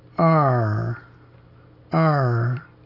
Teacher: It comes down and goes up at the end. · Term: up and down pitch